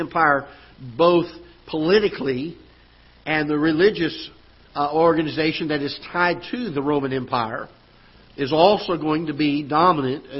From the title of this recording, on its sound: Ketha Heights Baptist Church ~ Live Broadcast